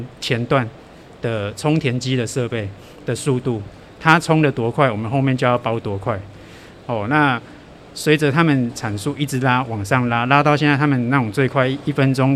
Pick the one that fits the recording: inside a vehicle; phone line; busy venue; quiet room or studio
busy venue